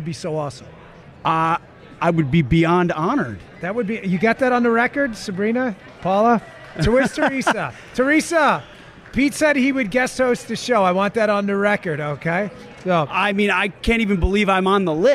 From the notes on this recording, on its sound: Live from the Patriot Awards in Hollywood Florida